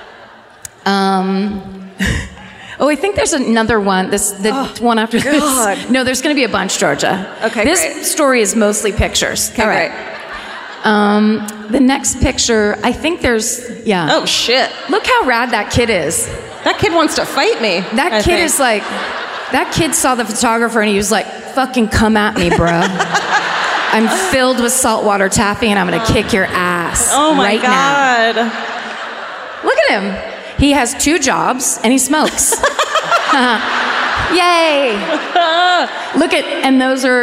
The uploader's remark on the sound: Live at the Microsoft Theater in Los Angeles